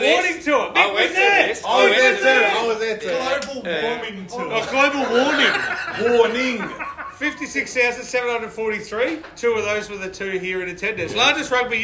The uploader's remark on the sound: They decided to do a live recording with some of their most loyal fans in attendance.